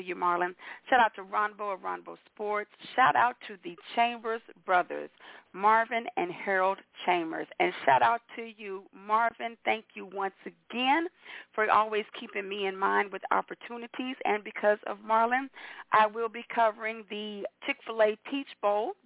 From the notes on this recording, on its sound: your phone calls